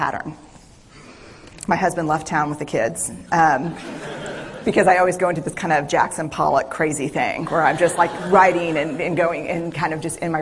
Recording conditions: live audience